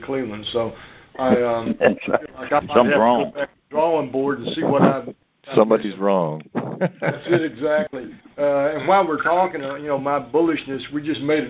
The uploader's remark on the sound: August 2018 Monthly Conference Call.